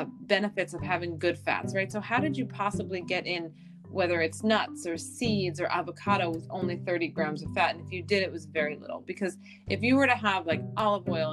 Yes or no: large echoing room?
no